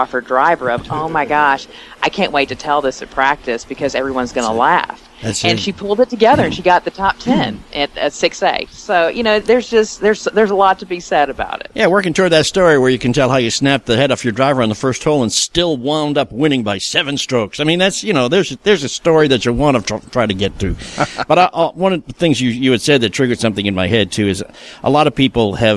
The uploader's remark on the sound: Live from the AJGA Championship